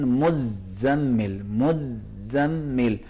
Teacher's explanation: مزمل میں جو تشدید ہے، شد ہے، اس پہ تھوڑا سا زور لگائیں